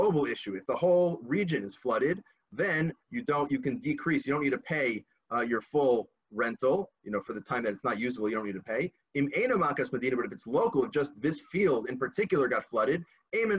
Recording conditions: video call